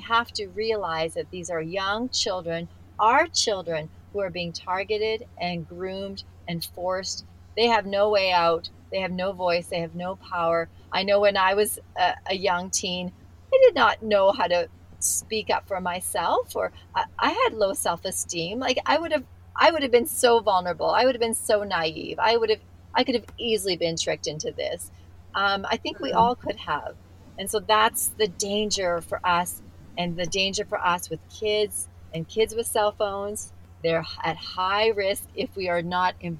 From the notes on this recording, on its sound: She lives in the Canadian mountainside and when it was time for our interview, she had to scramble to get to town for a better internet connection. After 1.5 hours of sitting in her car outside her local cafe.